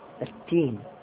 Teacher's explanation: يمكن أن ندغم اللام في التاء، التين، فلهذا يحذر من مثل هذا مع أنهما، مع أن مخرجيهما متباعدان حتى لا يشتبه الأمر على القارئ. · Term: لام التعريف